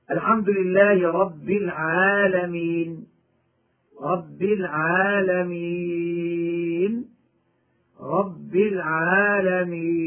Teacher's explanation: هكذا: أولا، المد العارض بالسكون المنصوب أي الذي آخره فتح، فيه ثلاثة أوجه: هي المد بمقدار حركتين للسكون المجرد، أو بمقدار أربع حركات، أو بمقدار ست حركات، كما ننطقها هكذا: الحمد لله رب العالمين، رب العالمين، رب العالمين، ولا روم ولا إشمام فيه لأنه مفتوح الآخر.